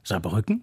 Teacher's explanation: den Ort Saarbrücken spricht man mit der Betonung auf der mittleren Silbe, Saarbrücken.